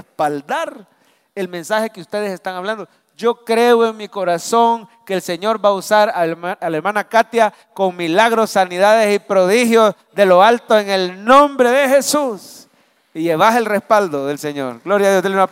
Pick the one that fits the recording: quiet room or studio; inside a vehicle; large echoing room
large echoing room